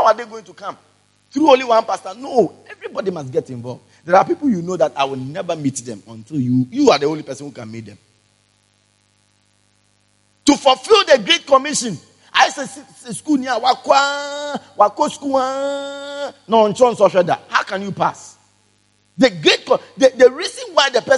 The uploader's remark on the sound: Preached at the Spiritual Encounter Service